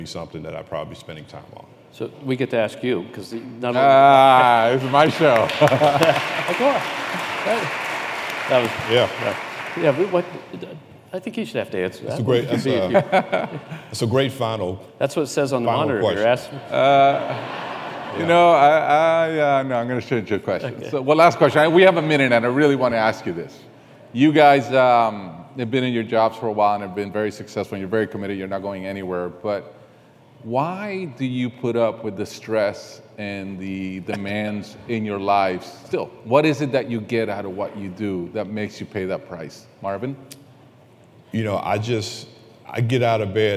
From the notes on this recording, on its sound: We're sharing a conversation that was recorded in front of a live audience at the Charlotte Business Alliance's annual economic outlook event.